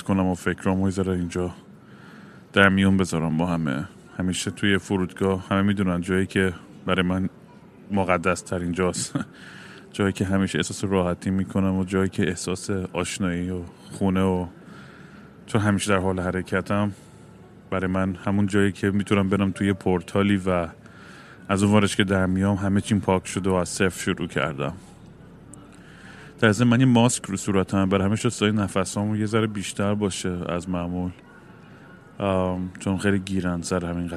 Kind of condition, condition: setting, busy venue